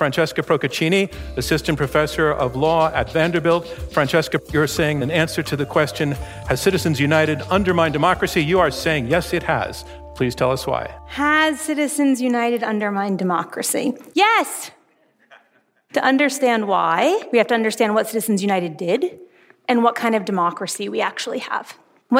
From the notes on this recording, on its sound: This debate is presented in partnership with the Northwestern Pritzker School of Law as part of the Newt and Jo Minow Debate Series. It will be recorded live in person on Wednesday, February 21, 2024, at the Thorne Auditorium at Northwestern University Pritzker School of Law in Chicago, Illinois.